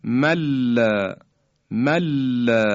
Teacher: یعنی دیگه هیچ اثری از نون ساکن باقی نمیمونه و کاملا دیگه در لام ادغام میشه و لام رو ما مشدد بیان میکنیم · Term: ادغام تامه